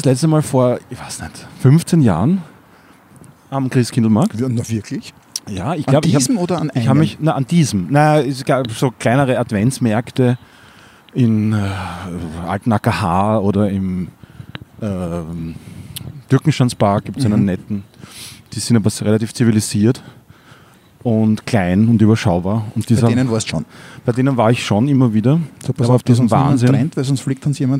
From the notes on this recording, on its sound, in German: Live vom Wiener Christkindlmarkt.